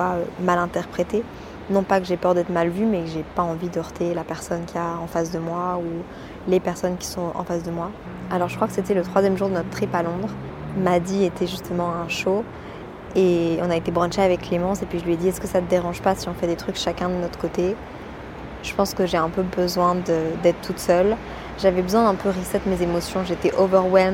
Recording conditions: outdoors